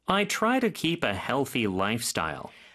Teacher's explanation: style 할 때는 T를 쌍디귿 발음으로 해주시면 좀 더 편합니다